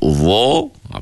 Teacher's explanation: dia punya pergerakan lidah kita tu berlaku di pangkal lidah. Bila kita sebut dha, tuan-tuan sendiri rasa ya, bila sebut dha, pangkal lidah kita terangkat. · Term: isti'la